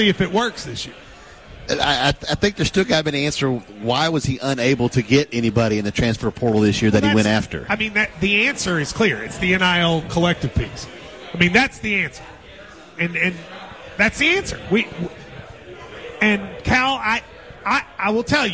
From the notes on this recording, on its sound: Live at the KSR Lexington Golf Scramble